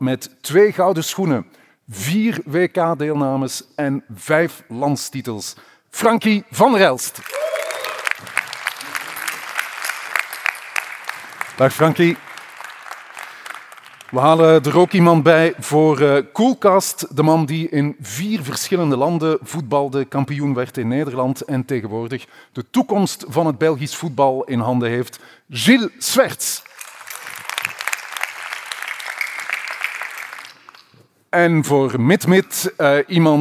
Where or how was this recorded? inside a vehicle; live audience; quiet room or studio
live audience